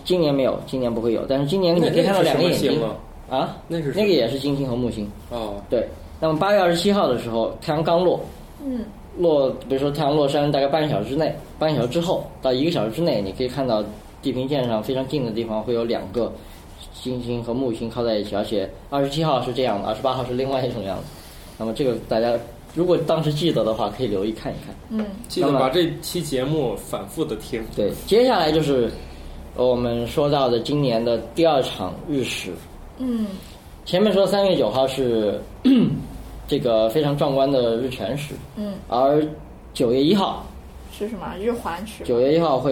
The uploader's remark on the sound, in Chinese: 本期节目为在张大妈办公区用录音笔录制，可能有街道上的杂音，请见谅。